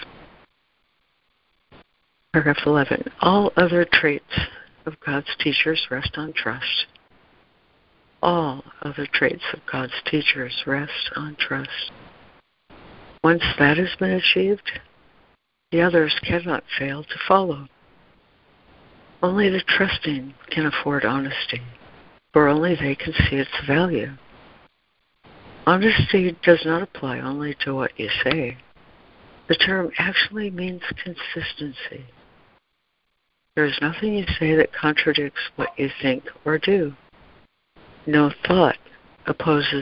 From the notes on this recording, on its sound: ACIM Daily Conference Call